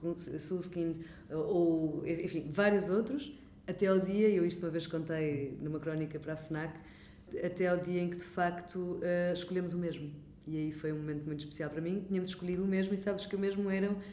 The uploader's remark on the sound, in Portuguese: numa conversa gravada nas Correntes d’Escritas